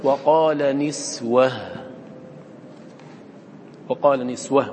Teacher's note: هاء التأنيث إذا وقفت عليها فأنت تقف عليها بالإسكان بلا معارض للإسكان، لا تقف لا بروم ولا بإشمام